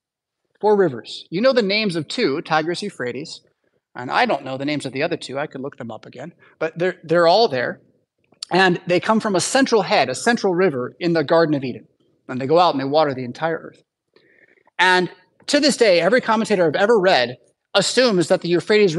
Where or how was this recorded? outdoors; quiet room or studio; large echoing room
large echoing room